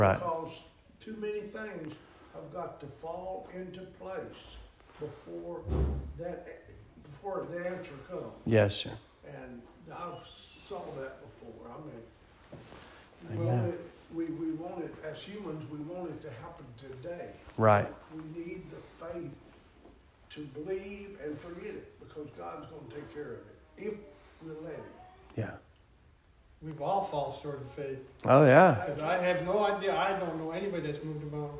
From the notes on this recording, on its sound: Sermon preached at Mid County Baptist Church